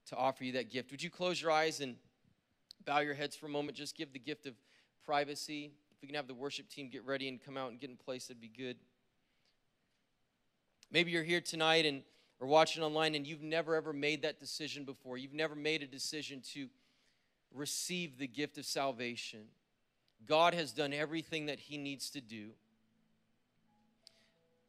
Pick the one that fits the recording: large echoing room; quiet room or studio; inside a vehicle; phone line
large echoing room